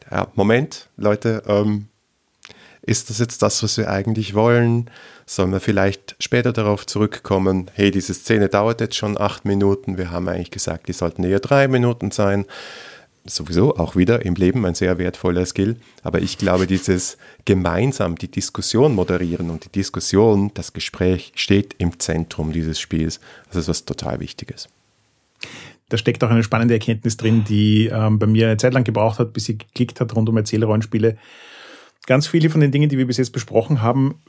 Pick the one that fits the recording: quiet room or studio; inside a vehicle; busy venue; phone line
quiet room or studio